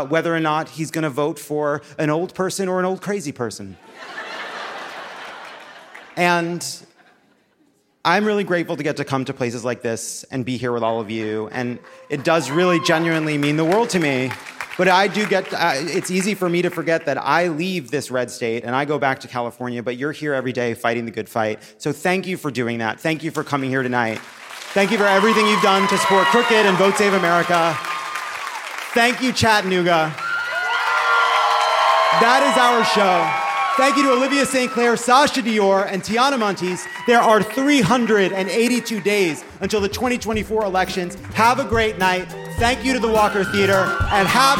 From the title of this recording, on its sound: Live from Chattanooga!